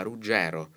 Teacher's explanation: Ruggero, con la E aperta